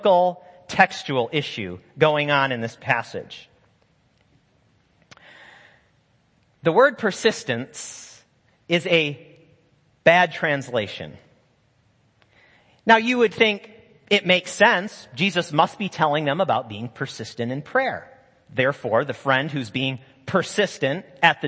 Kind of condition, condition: setting, large echoing room